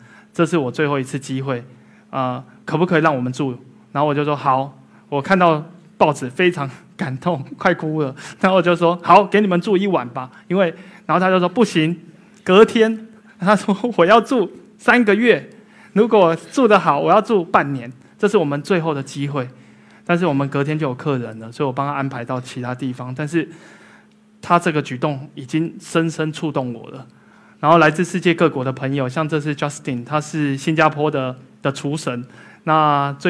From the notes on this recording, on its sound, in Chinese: 一席现场